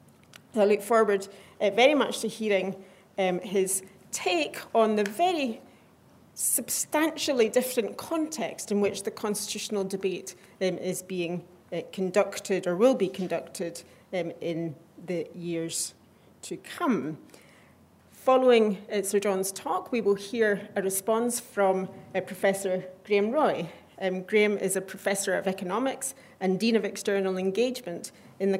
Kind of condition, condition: setting, live audience